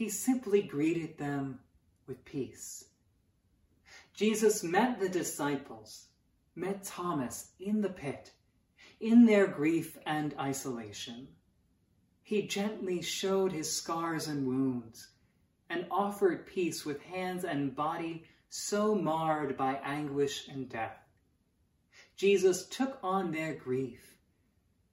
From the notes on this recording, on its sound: Sermons from Old South Church in Boston.